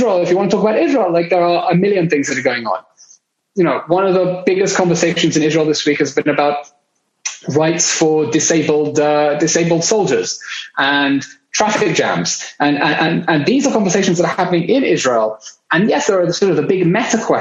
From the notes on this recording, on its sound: international Zoom session